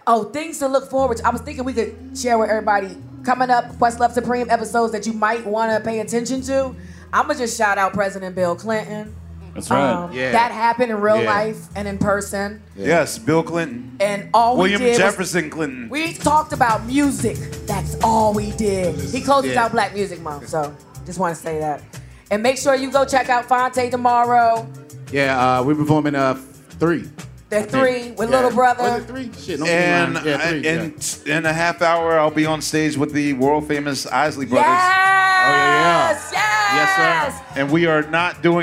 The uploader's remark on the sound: QLS Live From The 2023 Roots Picnic. Recorded on stage at Philadelphia's Mann Center. Thoughtful questions from a live audience.